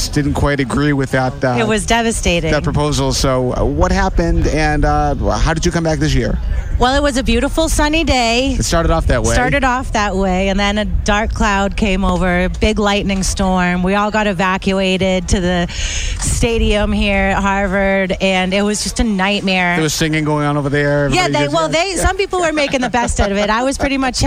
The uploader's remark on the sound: Boston Calling Local Music Recap. WATD had the chance to catch up with many of them back stage at this years festival.